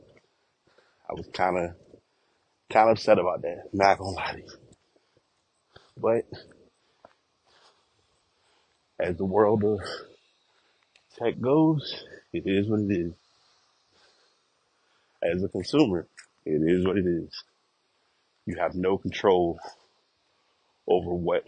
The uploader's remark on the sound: Walking Recording